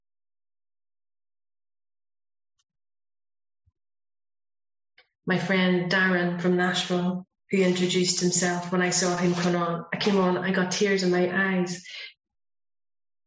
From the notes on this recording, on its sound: speaking at the Broken Elevator zoom meeting